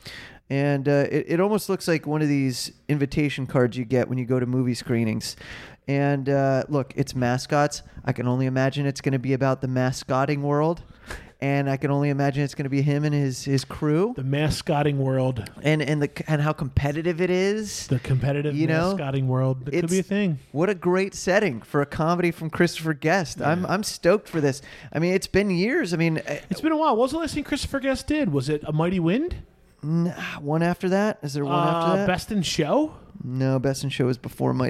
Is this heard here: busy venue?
yes